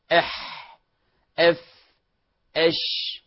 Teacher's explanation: فتلاحظون فيه جريان الهواء وانفتاح للوترين · Term: الهمس